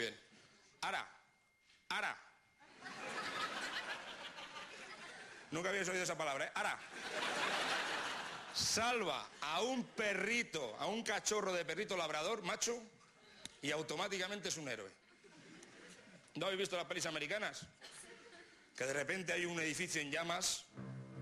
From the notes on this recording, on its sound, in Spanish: Que se graba en un teatro. Se ha grabado en distintos teatros, como el Teatro Alcázar de Madrid o el Teatro Victoria de Barcelona.